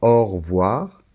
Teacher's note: la lettre E de revoir, cette lettre E, quand on parle un peu comme ça rapidement, au revoir, on ne l'entend pas